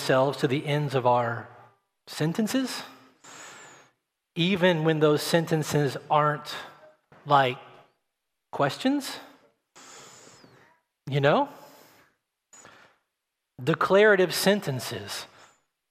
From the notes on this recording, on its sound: at Redemption Hill Church on Sunday, June 6th, 2021